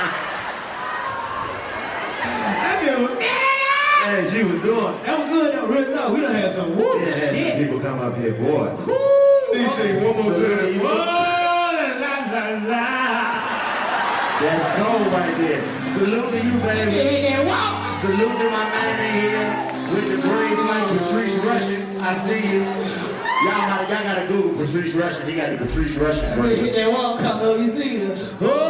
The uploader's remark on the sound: Live At The Casino - The Late Show! In the second of two sold out shows in Mashantucket, Connecticut at the Foxwoods Resort and Casino. This crowd is def one of the livest and diverse.